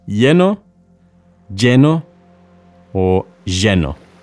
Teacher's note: Two L's in Spanish are pronounced as a Y sound, ya, or a sh sound, or even a j sound. They are all perfectly acceptable ways of pronouncing the double L.